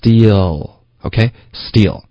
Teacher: 结尾呢不要动嘴唇，这不是一个嘴唇的发音，这是舌头舌尖要碰到上颚